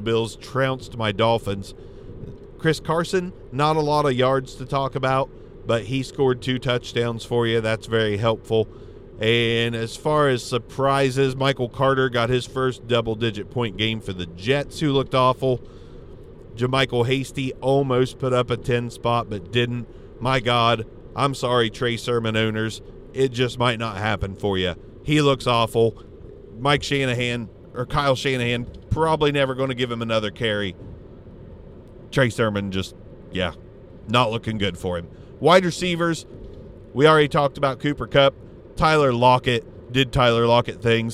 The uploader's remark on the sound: In The Car